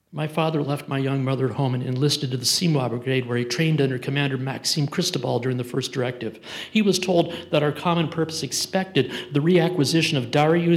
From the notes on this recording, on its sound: Santa Barbara Writers Conferece opening night keynote talk on June 18th 2023